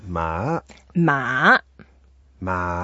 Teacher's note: We go, that's the third tone. So we go down a bit and then up. Ma. So down and then up, that's tricky.